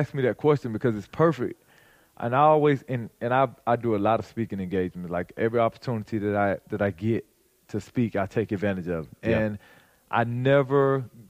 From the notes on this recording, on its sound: joined us backstage at the ManUp Charlotte Conference.